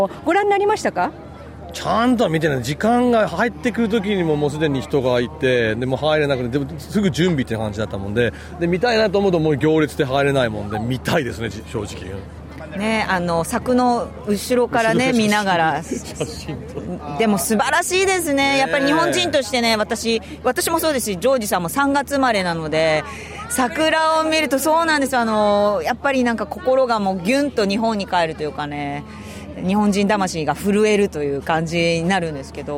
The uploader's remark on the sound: Performed at the Sydney Cherry Blossom Festival 2023. A short interview with the duo after their stage.